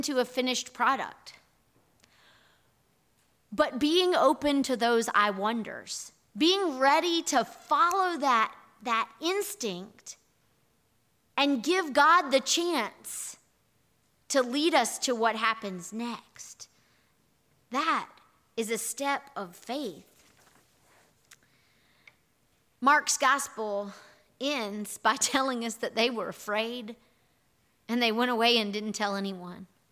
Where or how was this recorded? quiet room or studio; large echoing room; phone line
large echoing room